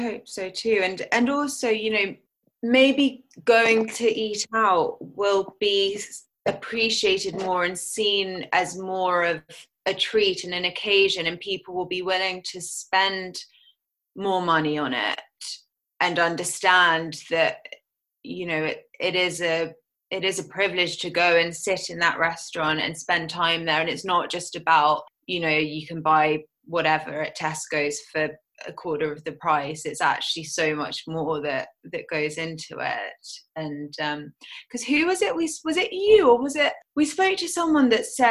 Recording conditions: video call